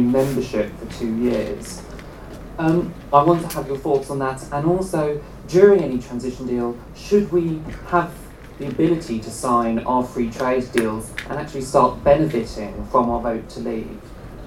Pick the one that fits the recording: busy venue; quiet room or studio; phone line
busy venue